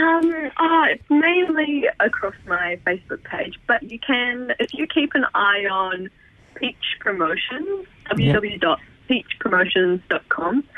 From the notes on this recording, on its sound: LIVE on the line to chat